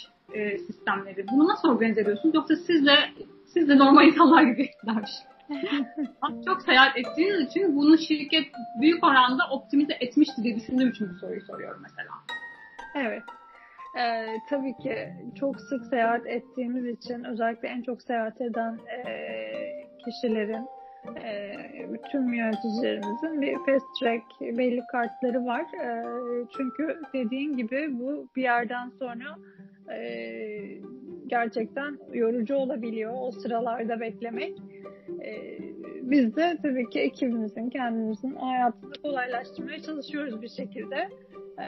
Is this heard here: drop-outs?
yes